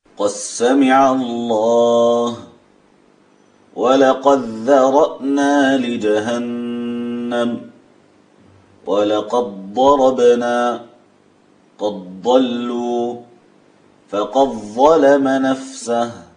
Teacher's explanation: هم يدغمون دال قد في الحروف الثمانية